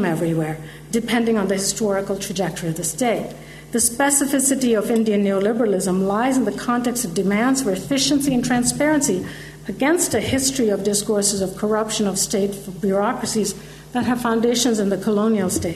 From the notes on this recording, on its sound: Gender Institute 20th Anniversary Conference keynote